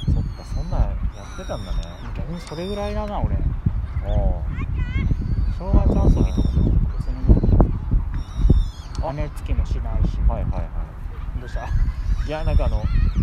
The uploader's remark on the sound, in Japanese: 今回の収録は初めての試みということで、近所の公園で収録してみました！とても天気が良かったので、公園で遊ぶ家族連れを眺めながら。